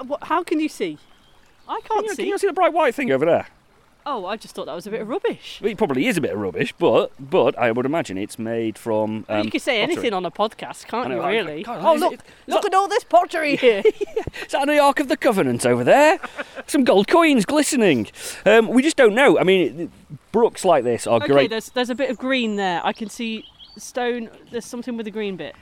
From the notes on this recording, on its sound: This time we’re walking from the Palantine pub in Hadfield, via Lambgates to Roughfields - keeping our eye out for interesting stone markings, bits of pottery and gateposts.